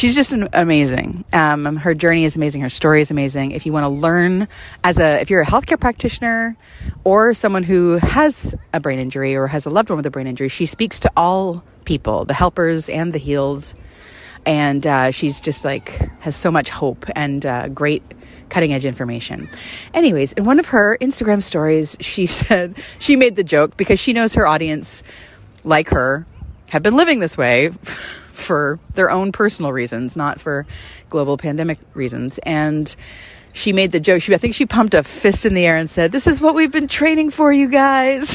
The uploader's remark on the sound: Takes the podcast on location to a community garden nearby. This is an entirely unscripted stroll.